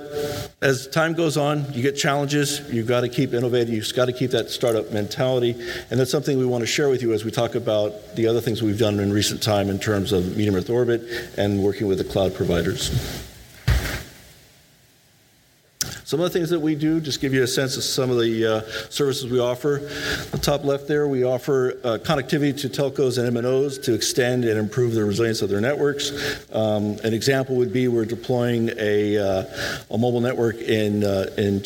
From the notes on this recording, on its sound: This weeks podcast is a live recording from the Canadian Space Summit.